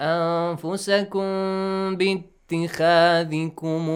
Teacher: when ميم is ساكن then the next word the coming word starts with the letter با we hide The ميم sound a little bit